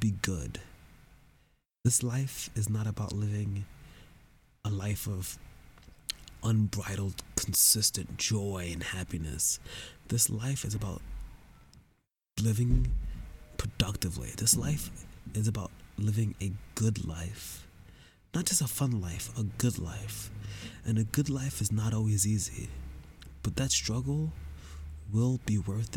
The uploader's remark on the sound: Sorry about the hissing